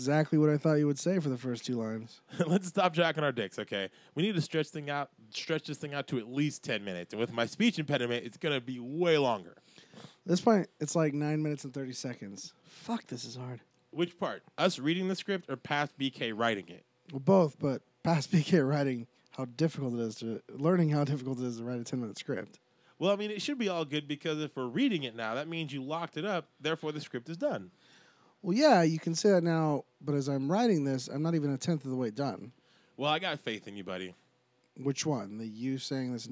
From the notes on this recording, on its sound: The boys are coming live from CrockerCon 2015 and they are bringin' a ton of new faces! Conversations are had on and off microphone.